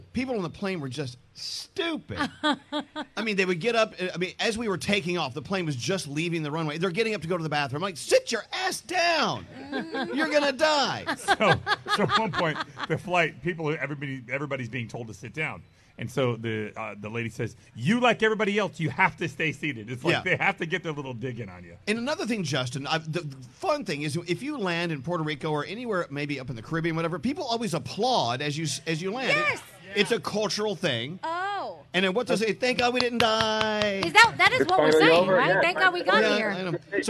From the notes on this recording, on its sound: We are LIVE from the iconic Caribe Hilton in San Juan, Puerto Rico.